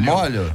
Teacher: Na verdade, é só pronúncia que é como O aberto.